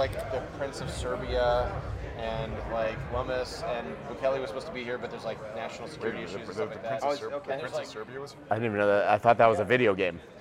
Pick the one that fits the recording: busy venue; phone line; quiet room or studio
busy venue